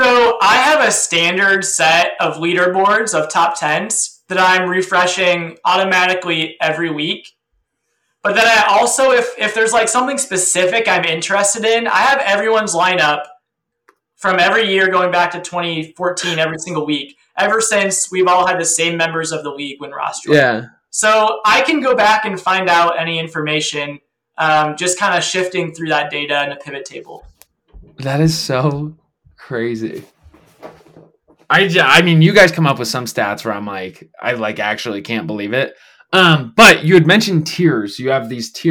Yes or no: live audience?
no